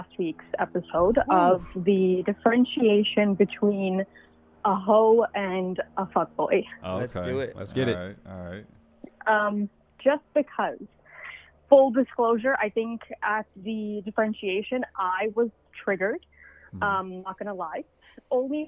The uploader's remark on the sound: Today we didn't have a topic, so we had many callers call in and talk about whatever they wanted to talk about!